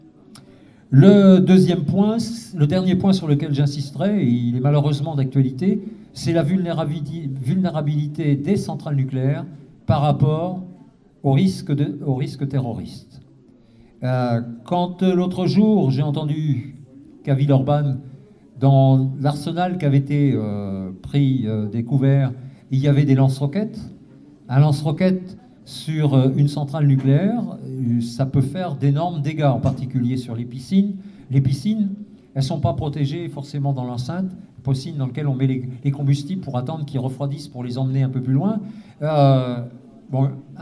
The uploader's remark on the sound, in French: Soirée à la salle municipale de La Flèche : un morceau de la conférence sur le nucléaire.